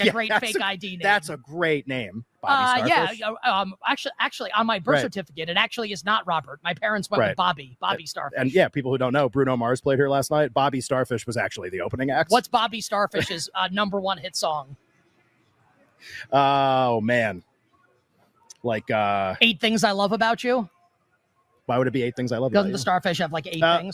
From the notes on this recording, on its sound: LIVE from Las Vegas at the Mandalay Bay!